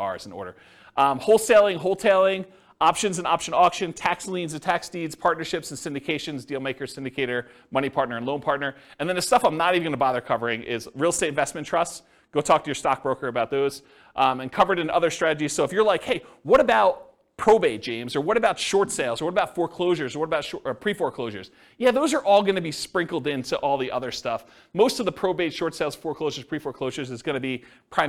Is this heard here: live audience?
yes